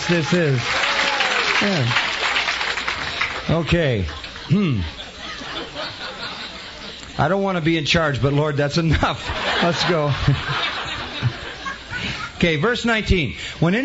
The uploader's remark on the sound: during an old-fashioned tent meeting at Grace Church of DuPage in Warrenville, Illinois